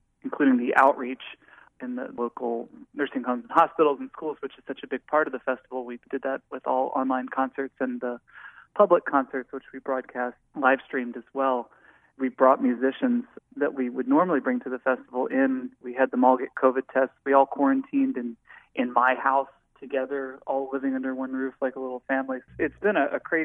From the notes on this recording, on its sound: He joins us by phone.